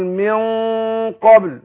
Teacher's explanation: لو قلت منكم أخفيت النون عند الكاف، بس الكاف حرف مرقق، يبقى أنا إيه هرقق الغنة نفسها، أقول منكم ما ينفعش أقول منكم، لكن هنا إيه النون بعدها القاف من حروف الإخفاء، وهي في نفس الوقت حرف إيه مفخم، يبقى هفخم الغنة في الإخفاء · Term: تفخيم الغنة